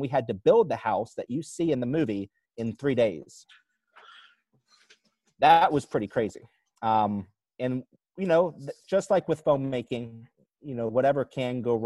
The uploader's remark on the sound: The director + the cast joins on Zoom to hang out and answer some red carpet questions about the film!